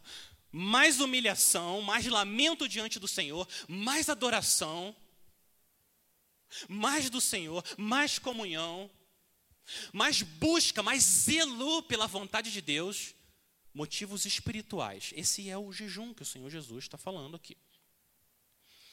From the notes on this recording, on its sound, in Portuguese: Mensagem gravada na Igreja Batista Jardim Minesota